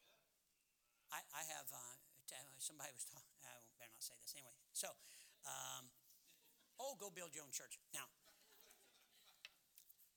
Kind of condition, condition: setting, large echoing room